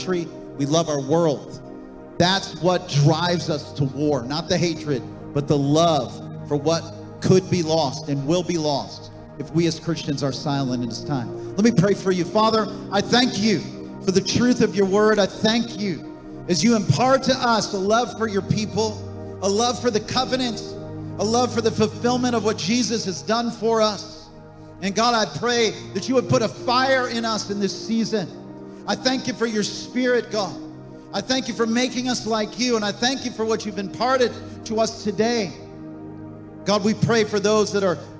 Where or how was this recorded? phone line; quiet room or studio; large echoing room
large echoing room